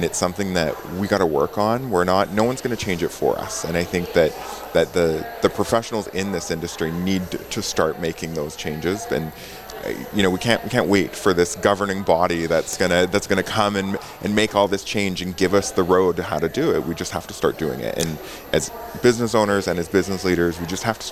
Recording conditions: busy venue